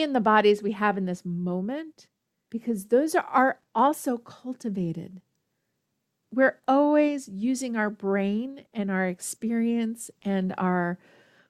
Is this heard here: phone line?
no